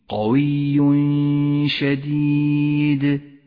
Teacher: المثال التالي على حكم الإخفاء عند قوله تعالى إن الله قوي شديد، التنوين وبعده حرف الشين، قوي شديد، نخفي التنوين بالشين مع بقاء غنة للتنوين زمنها حركتان